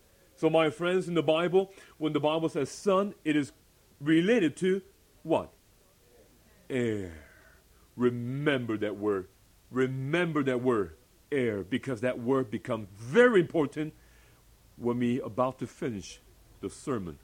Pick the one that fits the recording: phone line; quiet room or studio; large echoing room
large echoing room